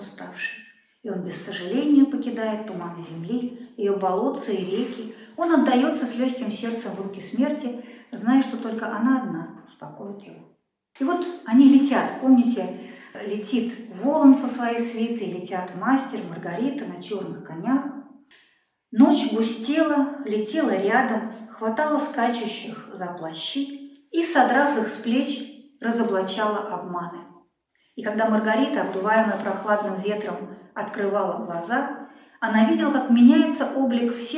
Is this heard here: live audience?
yes